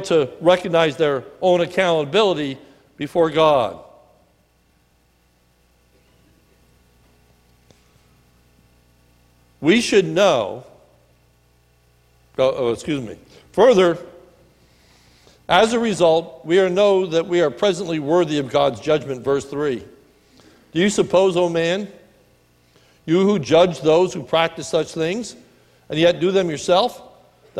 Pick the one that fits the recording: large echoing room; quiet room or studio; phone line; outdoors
large echoing room